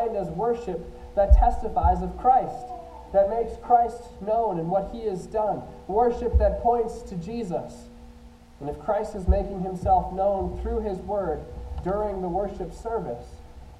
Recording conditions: poor sound quality